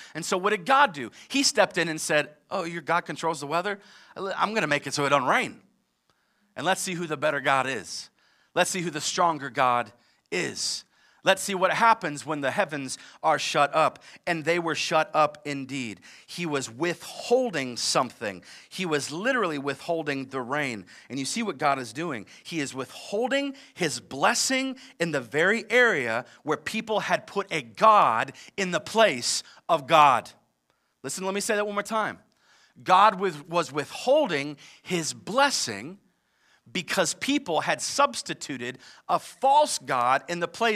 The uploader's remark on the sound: live from Covenant Church